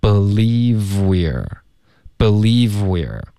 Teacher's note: I cannot believe 的这个 v 跟后面 we are 的这个 w 音连发